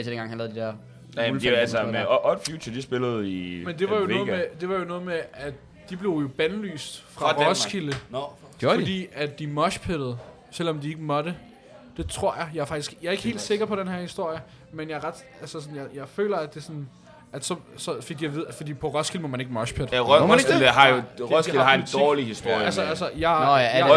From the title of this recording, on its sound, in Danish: Live Fra Guldgrillen!